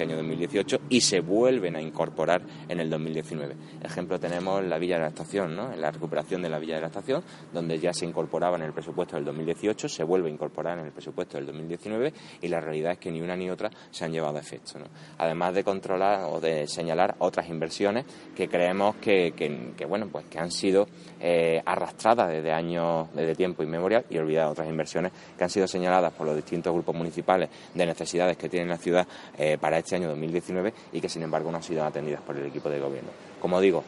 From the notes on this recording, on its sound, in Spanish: en el patio del Ayuntamiento de Antequera